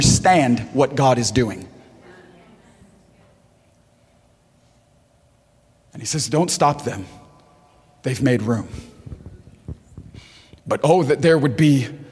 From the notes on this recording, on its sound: preaching at Gold Street Garden Church for the Selfless Conference 2020